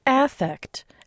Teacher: it's pronounced affect with the emphasis clearly on the first syllable